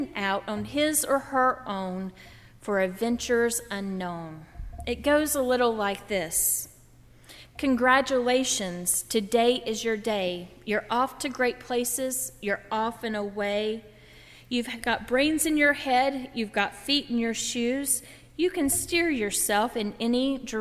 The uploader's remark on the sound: During the Heritage service (11:00 am) on Sunday June 5, 2016, at First Presbyterian Church of Arlington Heights, Illinois. Part of Baccalaureate Sunday.